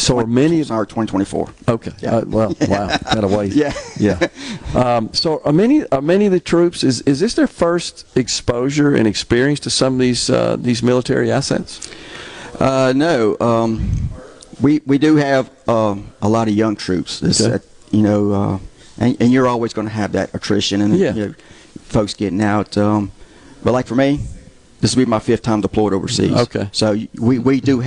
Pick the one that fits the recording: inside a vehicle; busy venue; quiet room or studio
busy venue